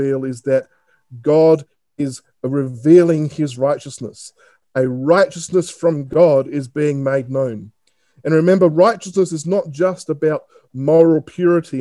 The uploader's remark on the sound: This talk is taken from the second zoom meeting of our Lent Course on March 3rd, 2021.